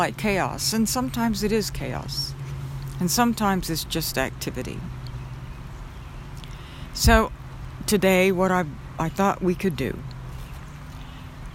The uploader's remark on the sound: Walk in the Park. On my way back home, I stopped in a local park and recorded this podcast with a walking meditation.